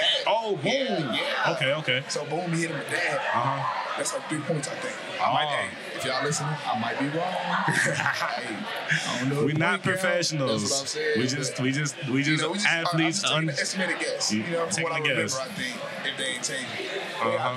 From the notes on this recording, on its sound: Recorded at Eskimo Joe's on Wednesday, November 8, 2023.